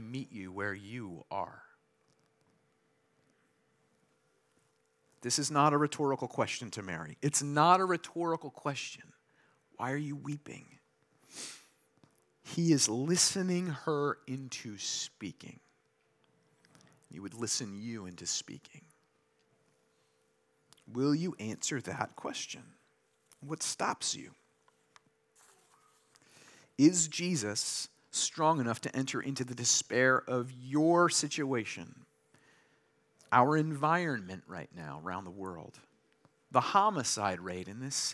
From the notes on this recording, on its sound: Delivered this sermon during Liberti’s Easter Sunday worship on April 9, 2023.